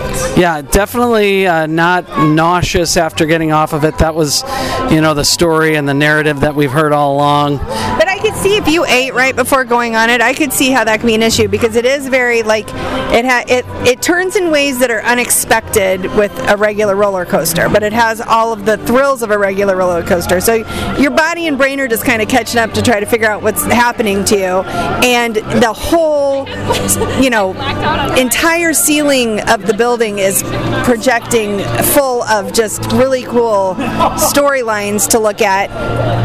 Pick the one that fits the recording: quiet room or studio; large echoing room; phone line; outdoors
outdoors